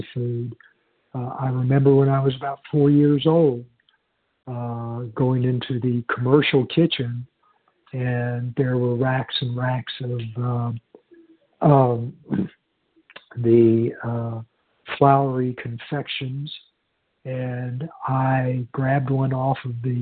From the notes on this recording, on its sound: 100 Pounders Phone Meeting